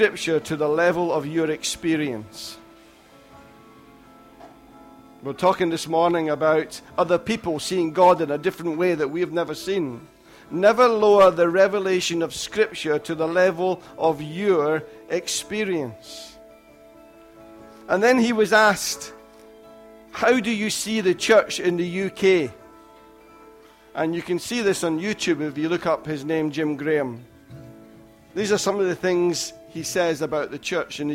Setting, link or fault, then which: setting, large echoing room